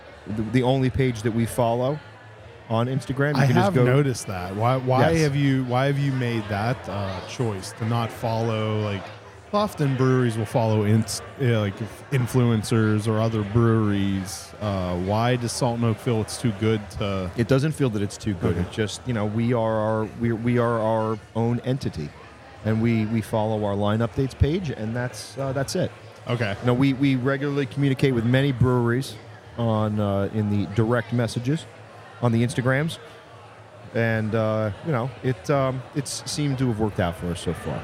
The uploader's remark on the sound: This episode was recorded live